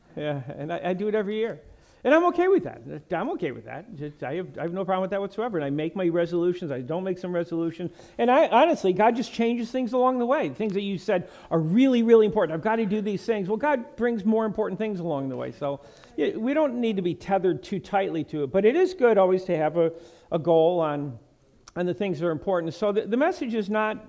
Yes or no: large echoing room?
yes